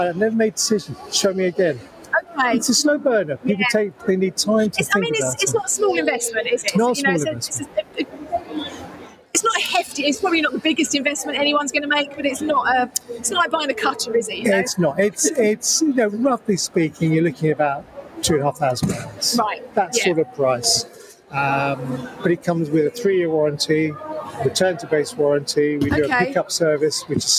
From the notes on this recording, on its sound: Podcast live from the Cake and Bake Show. It was a busy and noisy show, and they have done their best in the edit to muffle some of the background noise.